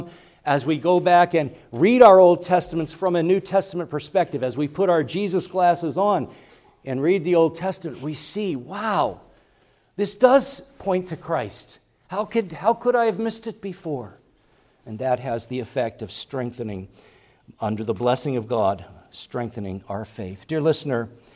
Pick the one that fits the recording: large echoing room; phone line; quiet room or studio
large echoing room